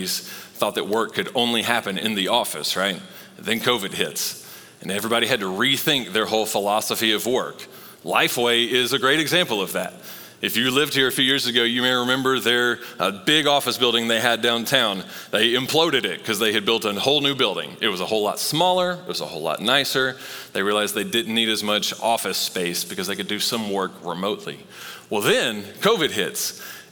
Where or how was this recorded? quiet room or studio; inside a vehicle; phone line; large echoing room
large echoing room